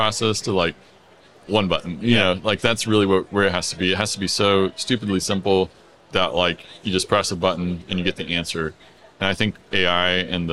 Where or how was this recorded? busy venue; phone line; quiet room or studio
busy venue